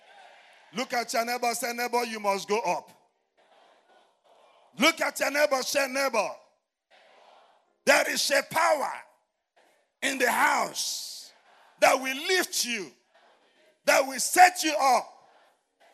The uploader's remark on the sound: Jericho Experience 2022. You are listening to sermons from our annual word & worship festival.